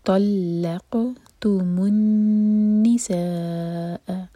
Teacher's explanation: نون پر غنہ اور سا چار حرکہ لمبا مد متصل